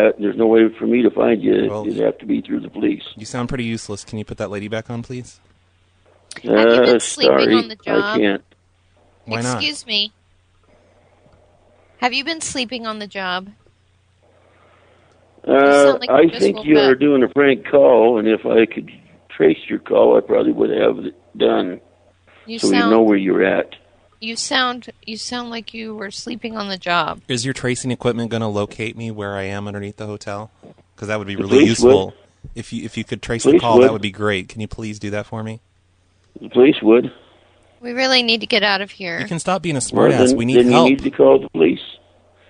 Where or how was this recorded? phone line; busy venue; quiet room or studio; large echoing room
phone line